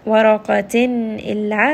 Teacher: this is going to be idhar, so this noon sound is going to be very clear. Illa, 2-count mad.